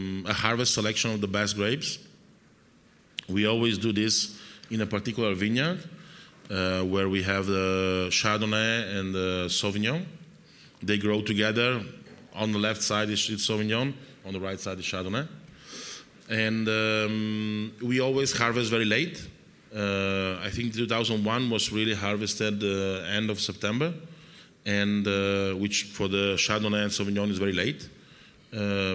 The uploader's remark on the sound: This talk was recorded by Heritage Radio Network as a part of RAW Wine NYC 2019's Speakers' Corner. A talk-tasting.